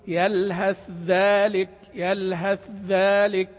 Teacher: تحتاج إلى سرعة انتقال من الثاء إلى الذال، لأنه اللسان يبادر إلى الإدغام · Term: الإظهار